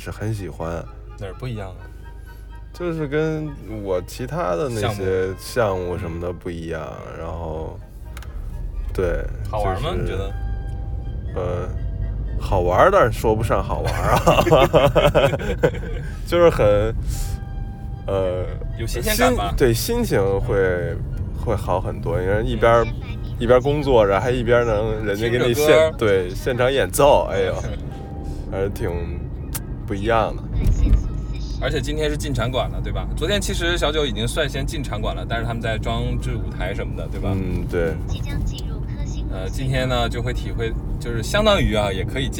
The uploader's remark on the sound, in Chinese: 本期录音来自周六演出当天前往拍摄场馆路途中录制。